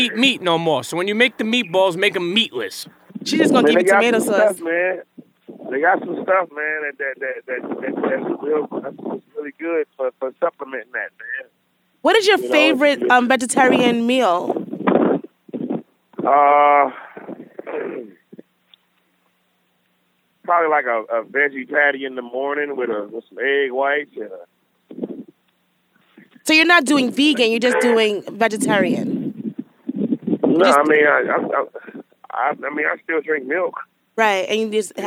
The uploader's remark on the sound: sits down at a Miami bus stop for a Phone-A-Friend connection